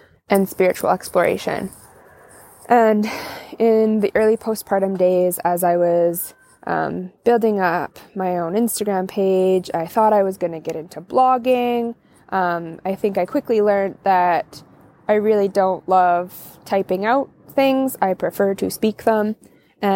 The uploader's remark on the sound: join me outside on my back deck on an unseasonably warm, sunny, October afternoon